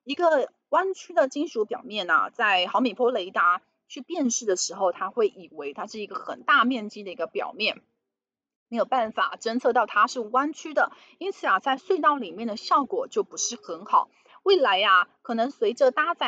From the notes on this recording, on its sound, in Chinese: 本集有些許雜音，已亟力避免，如有察覺請多多包涵